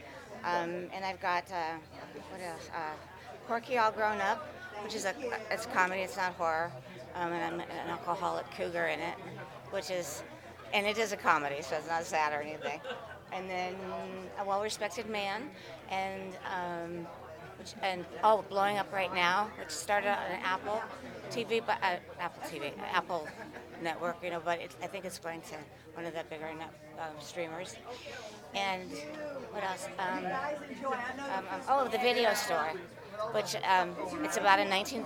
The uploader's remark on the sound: live from Pittsburgh's Horror Realm Con